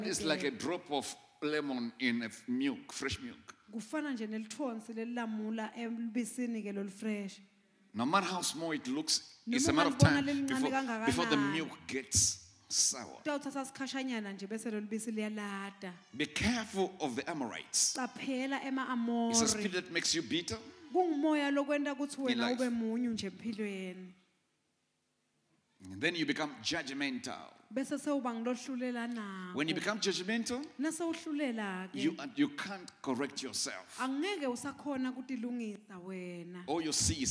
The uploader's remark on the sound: Recorded Live at the Apostolic Hub.